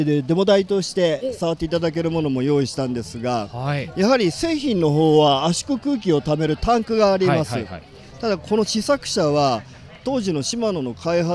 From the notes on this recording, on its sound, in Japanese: シマノバイカーズフェスティバル2023 ブース突撃訪問前編。収録地： 長野県諏訪郡富士見町 「富士見パノラマリゾート」。収録機材： ZOOM F3 (レコーダー)、AKG D5, C3000B（マイク）。